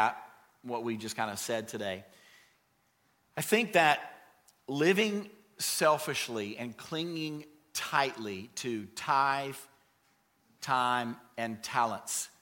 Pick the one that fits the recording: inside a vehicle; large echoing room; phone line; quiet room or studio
large echoing room